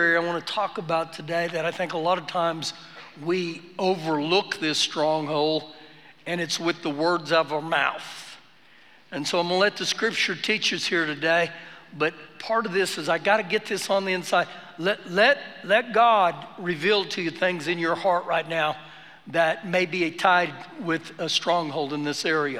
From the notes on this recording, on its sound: Recorded live during our Sunday morning service